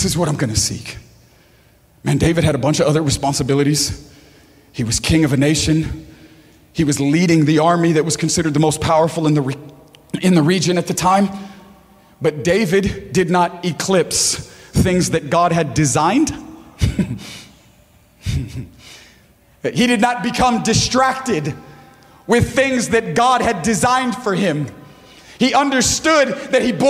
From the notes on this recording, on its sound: preaching at Gold Street Garden Church for the Selfless Conference 2020